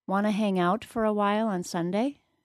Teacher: Did you hear that the word out was stressed and the word hang was not?